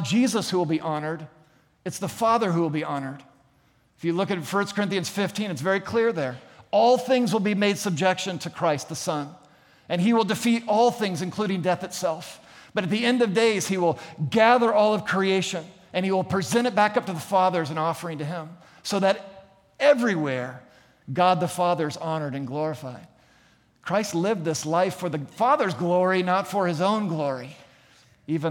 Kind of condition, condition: setting, large echoing room